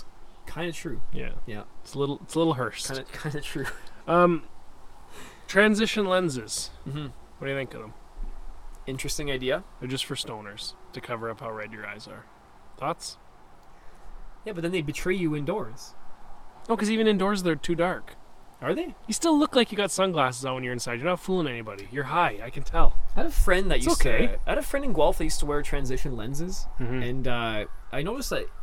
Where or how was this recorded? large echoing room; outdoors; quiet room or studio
outdoors